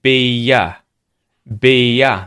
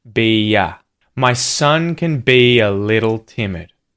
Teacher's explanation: This is the Y sound that links those two vowels.